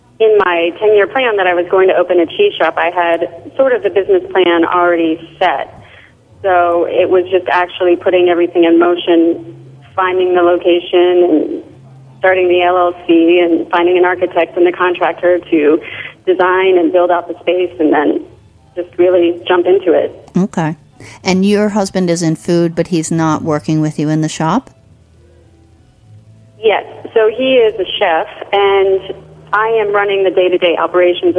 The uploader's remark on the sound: Calls in from North Carolina. Joins via the phone from Las Vegas.